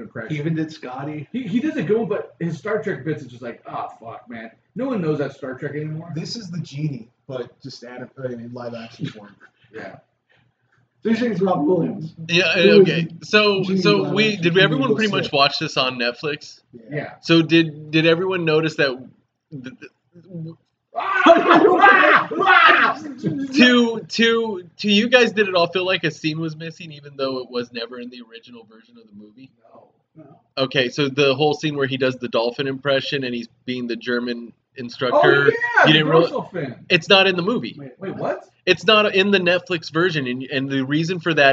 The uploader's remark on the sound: we’re aware that there is a sound issue with this episode